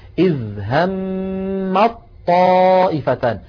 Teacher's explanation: فبدل من أن تقول العرب همت طائفتان، همت طاء، فاللسان يترك المكان ثم يعود إلى المكان بذاته، بدلا من ذلك يحولون التاء إلى طاء فيلتقي طاءان، الأولى ساكنة والثانية متحركة، فيدغمون الأولى في الثانية فيقولون إذ همت طائفتان. لاحظوا الصوت، همت طاء، يعني ما عاد في تاء في النطق، همت، وهذا فقط يا إخوة في حال الوصل. · Term: الإدغام